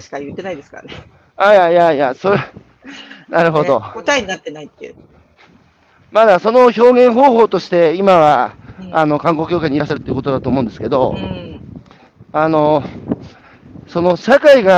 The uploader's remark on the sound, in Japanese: 歩きながら1時間、対談する。